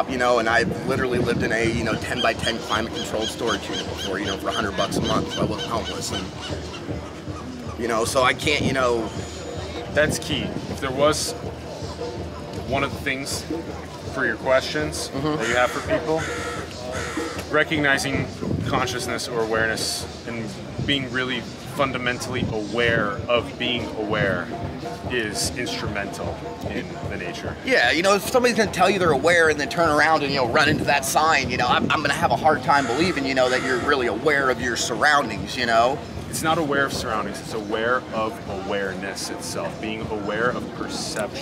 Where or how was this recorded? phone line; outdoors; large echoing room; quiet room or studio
outdoors